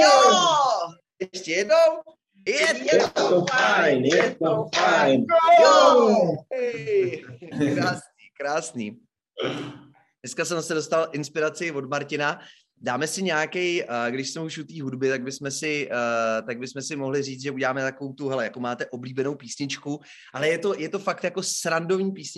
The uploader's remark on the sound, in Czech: Přijměte moji osobní omluvu za kvalitu obrazu i zvuku. Doba v času natáčení byla prapodivná a stýkání se osobně opět nedoporučeno.